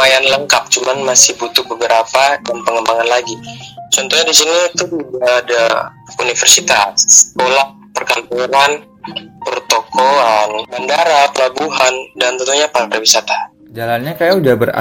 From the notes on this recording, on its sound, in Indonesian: sorry audio nya kurang bagus, karena kita phone call